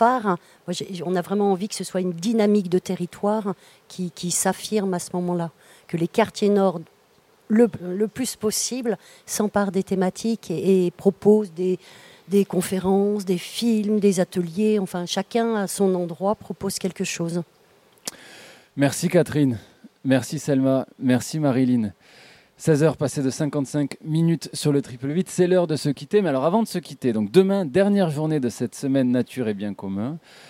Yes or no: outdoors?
yes